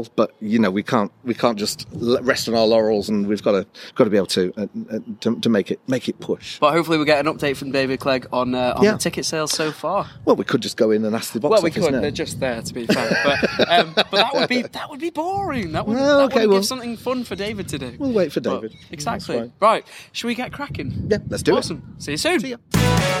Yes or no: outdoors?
yes